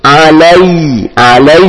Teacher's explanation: Huruf ia di sini dalam keadaan sebelumnya berharokat kasrah, maka dibaca i, jangan e. Alai, alai, bukan alai, alaihim, tapi alaihim, bukan alaihim, tapi alai, pakai i.